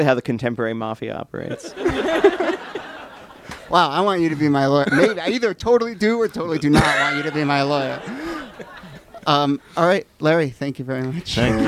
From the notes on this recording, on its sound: Ask Roulette is a conversation series in which strangers ask each other questions on stage. This excerpt is from our April show at Politics and Prose bookstore in DC.